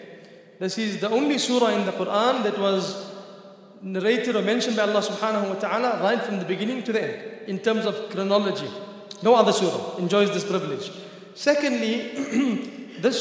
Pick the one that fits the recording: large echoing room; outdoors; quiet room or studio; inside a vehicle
large echoing room